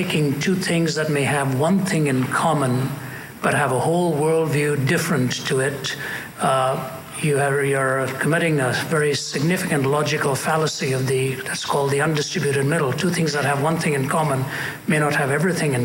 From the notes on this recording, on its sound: At a Q&A session at Columbia University.